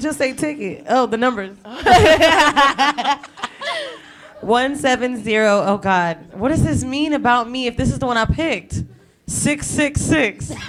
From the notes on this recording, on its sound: We made it to our 1st anniversary so we had to celebrate big with a live show!!